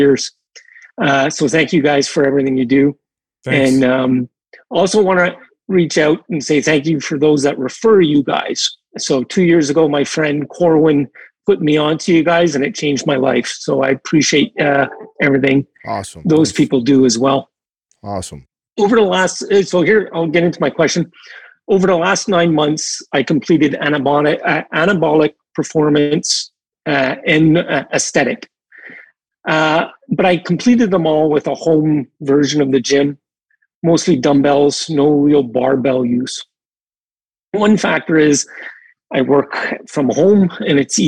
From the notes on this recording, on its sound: (Listener Live Coaching). Coach four Pump Heads via Zoom.